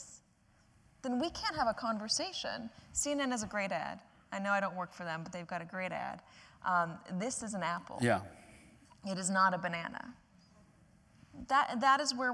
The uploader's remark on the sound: recorded on March 18, 2018 in front of a live audience at New York's 92nd Street Y